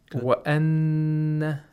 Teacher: We have to apply ghunna for two vowel counts, nasalization of the noon for two vowel counts. By two vowel counts, we mean the duration of the ghunna should be as long as two vowel counts, like a mad.